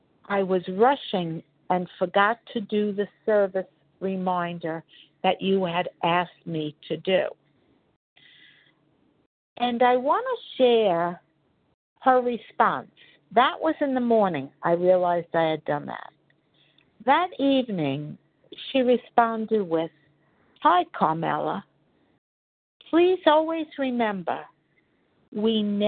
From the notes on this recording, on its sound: 100 Pounders Phone Meeting